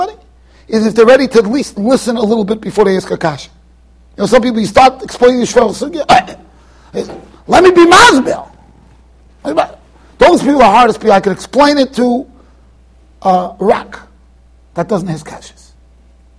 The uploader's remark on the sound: Shiur recorded in Yeshivas Ohr Reuven, Monsey NY